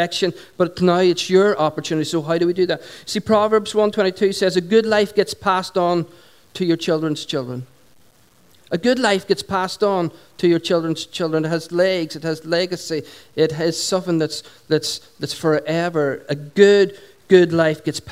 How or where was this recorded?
large echoing room